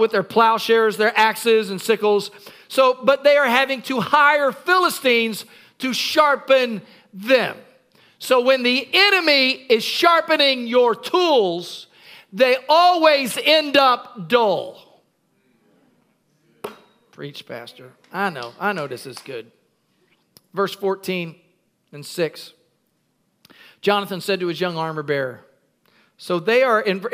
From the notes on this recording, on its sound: Recorded at Freedom Fellowship, 836 Regency Drive, Virginia Beach, VA 23454.